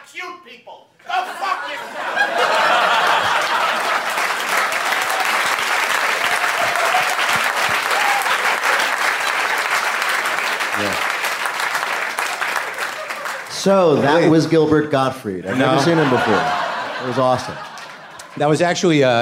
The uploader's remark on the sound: It's Live WTF from SXSW.